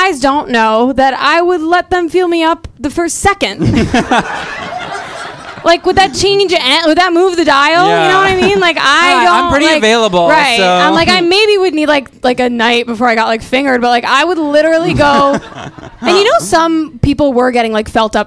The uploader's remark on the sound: A recording from our always fabulous live show